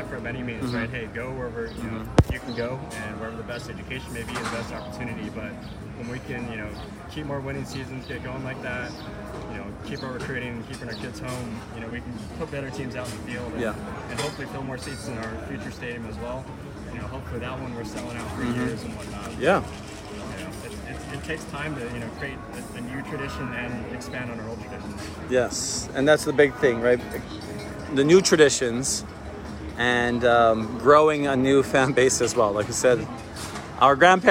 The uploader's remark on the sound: Live from Waikiki!